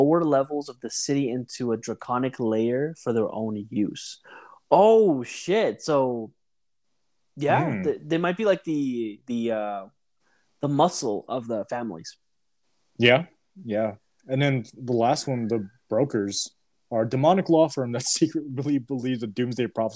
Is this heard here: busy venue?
no